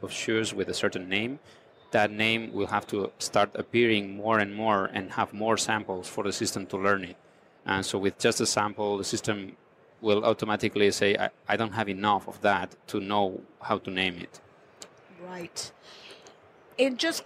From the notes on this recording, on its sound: on location at NRF Big Show 2018 in New York.